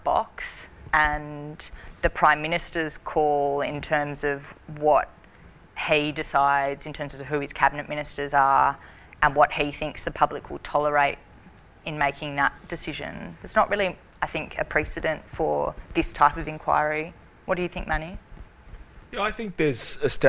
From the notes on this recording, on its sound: The Wigs Live. Recorded at the NSW Public Defenders conference on Sunday 14 March, 2021 before approximately 500 conference delegates. The annual PD's conference is NSW premier criminal law conference.